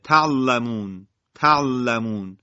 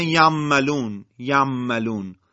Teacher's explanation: مثلا در بعضی از جاها قاری کلمه تعلمون رو تعلمون میگه، یعنی عین ساکن رو در حرف لام طوری ادا میکنه که با سرعت این اتفاق میفته و عین در لام انگار که وارد میشه و سرعت خواندن قاری در ادای عین ساکنه به طوری اتفاق میفته که حرف لام به عین میچسبه · Term: اختلاس